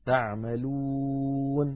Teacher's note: التقى ساكنان هما الواو في كلمة تعملون والنون الساكنة بعدها